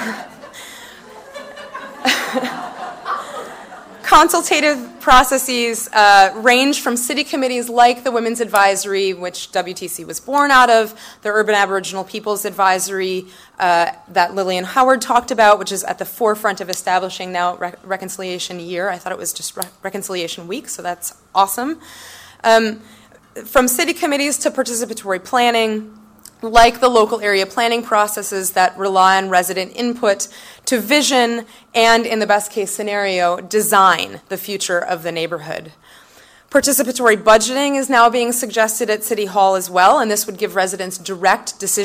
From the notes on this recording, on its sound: From the 2013 Women Transforming Cities conference in Vancouver.